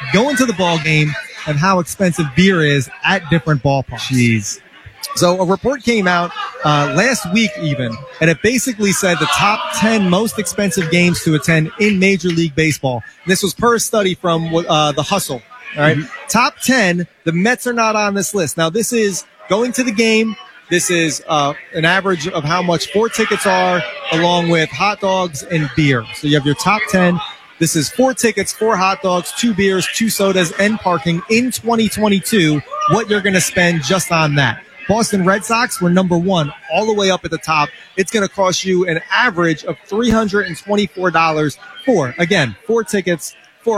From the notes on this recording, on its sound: LIVE from the 1st Annual Todd Frazier Pong Tournament.